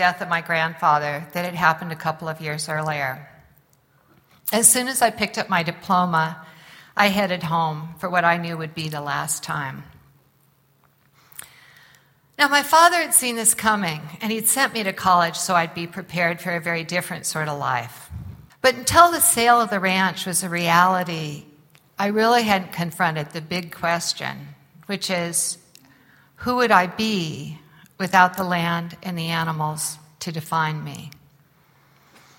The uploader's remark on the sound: Live from the Cowboy Poetry Gathering